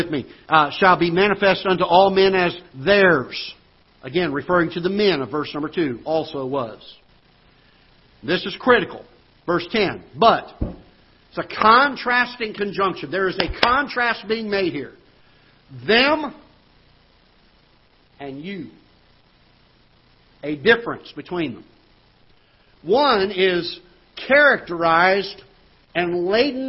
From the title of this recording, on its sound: Ketha Heights Baptist Church ~ Live Broadcast